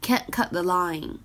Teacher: 而后面的 cut 和 the 有一个不完全失去爆破的现象